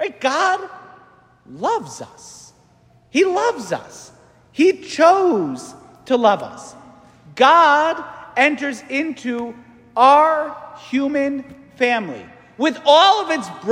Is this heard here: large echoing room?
yes